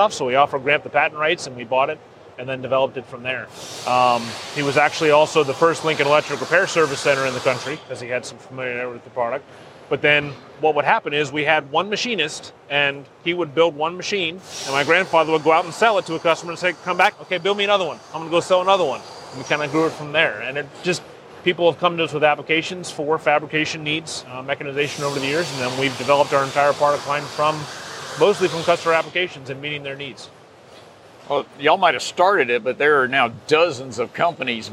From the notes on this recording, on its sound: Show Floor Report. This episode of The Roboticist Chronicles is brought to you from the show floor of FABTECH 2021 in Chicago, Illinois.